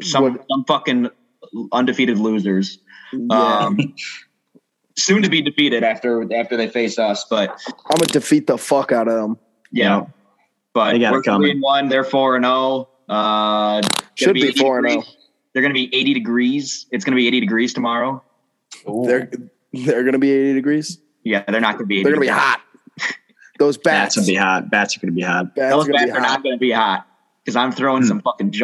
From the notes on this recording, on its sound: Zoom week with the boys scattered about.